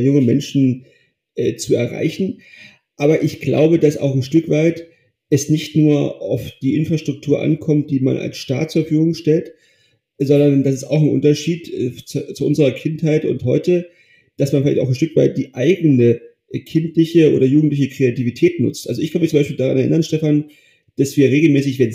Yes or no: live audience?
no